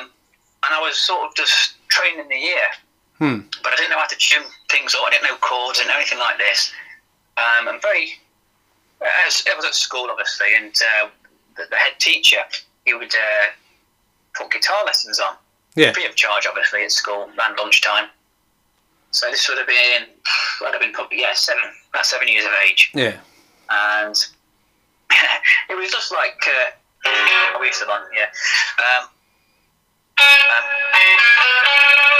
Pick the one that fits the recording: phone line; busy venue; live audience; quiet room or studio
phone line